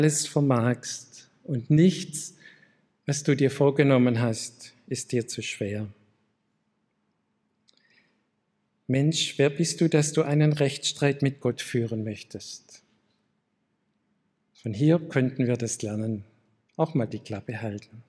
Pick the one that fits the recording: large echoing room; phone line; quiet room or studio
large echoing room